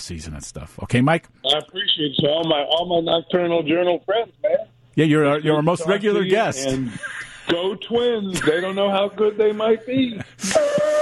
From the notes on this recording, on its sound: joins the conversation over the phone